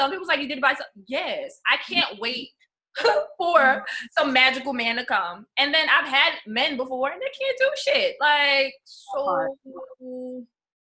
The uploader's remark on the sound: Please excuse the sound quality